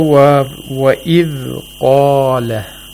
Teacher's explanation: The word Qala has a Qaf, which has to be pronounced with Tafkhim, with thickness.